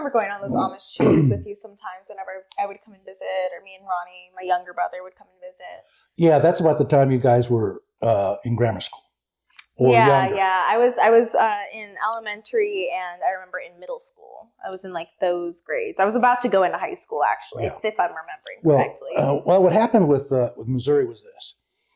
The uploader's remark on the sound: This is the unedited, unfiltered, pure and real take. Excuse the technical difficulty in this one.